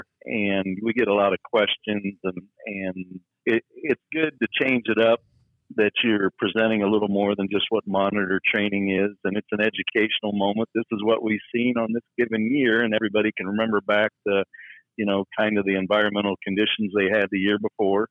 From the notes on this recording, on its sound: a phone call